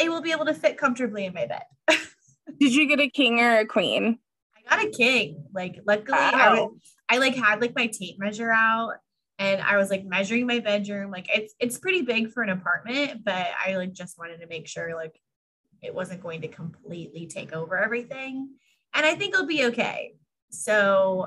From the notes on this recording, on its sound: do a Zoom call